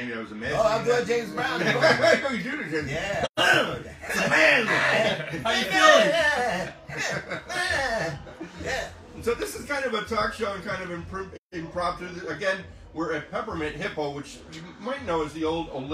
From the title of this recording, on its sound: Live at the Peppermint Hippo!